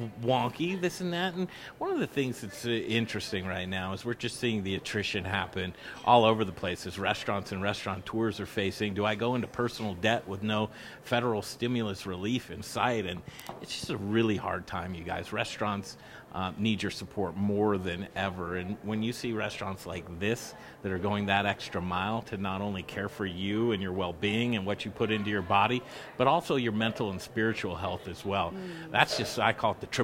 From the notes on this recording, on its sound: Live from Nurture, A Wellcare Marketplace!